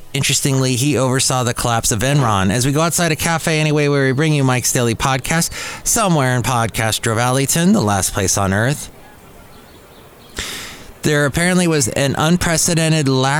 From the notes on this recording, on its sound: podcast live from Cafe Anyway